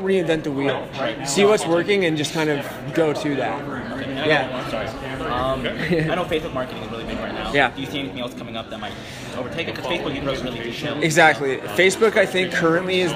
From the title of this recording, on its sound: Comic Con Panel